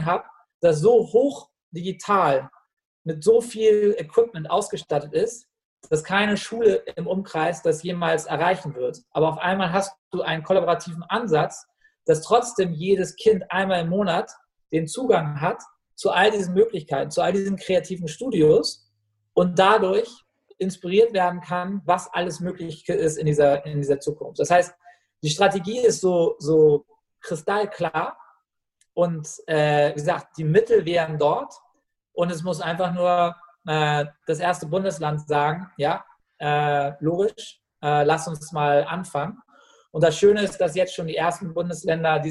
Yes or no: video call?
yes